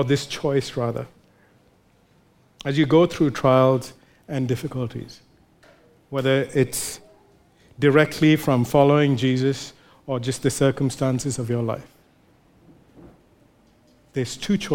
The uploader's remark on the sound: recorded live at Grace Community Bible Church